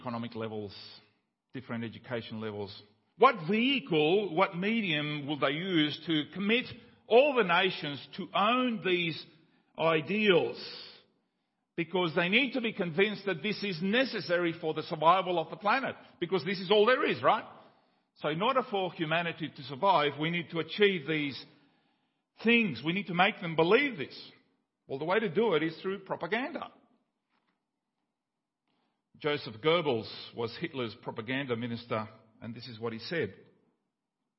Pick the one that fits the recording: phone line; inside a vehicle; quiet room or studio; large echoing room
large echoing room